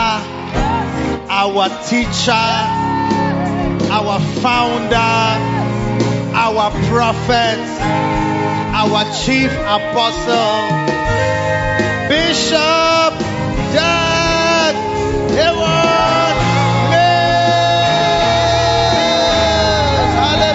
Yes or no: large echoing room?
yes